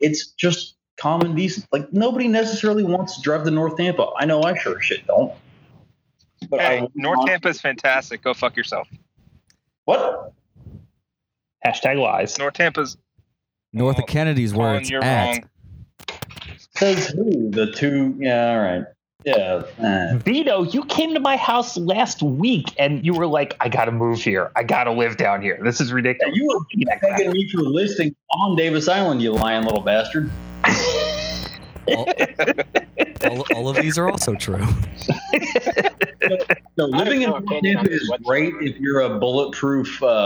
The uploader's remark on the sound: special mega-skypecast